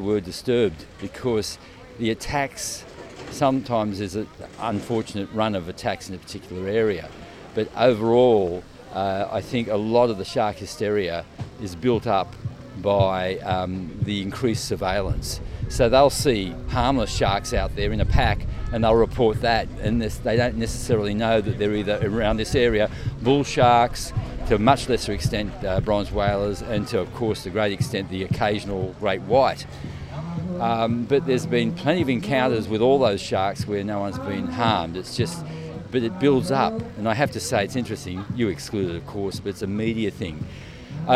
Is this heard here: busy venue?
yes